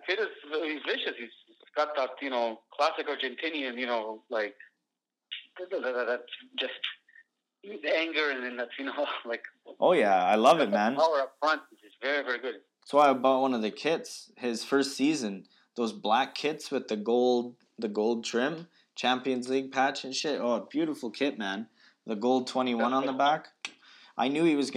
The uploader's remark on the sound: Over the phone this week while practicing social distancing and self-isolation due to coronavirus.